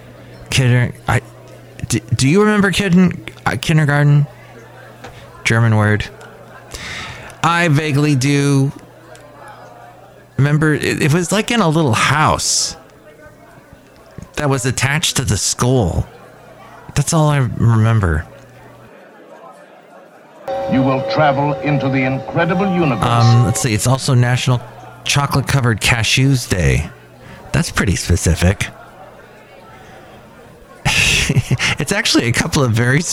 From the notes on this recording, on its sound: podcasts live from Café Anyway